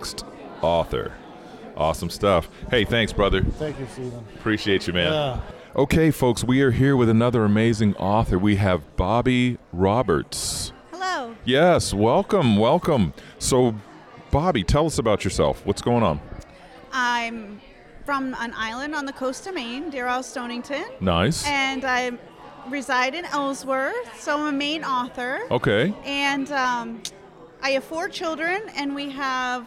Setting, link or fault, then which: setting, busy venue